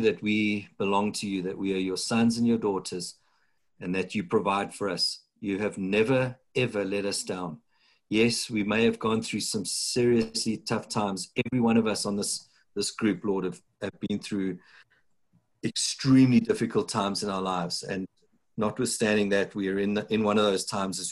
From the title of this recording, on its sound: Breakthru Business Forum ZOOM meeting